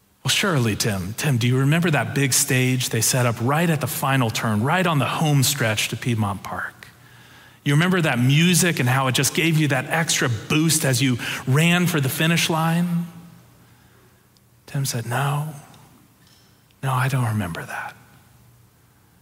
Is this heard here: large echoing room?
yes